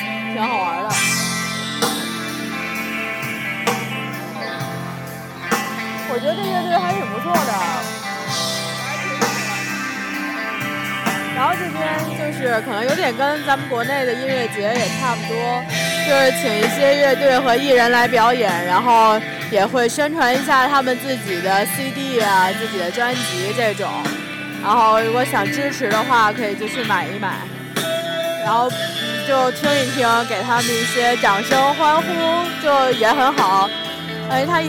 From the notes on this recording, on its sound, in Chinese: 在Ann Arbor Summer Festival Rackham Stage前。演出的一小段现场，夹杂我俩的闲聊。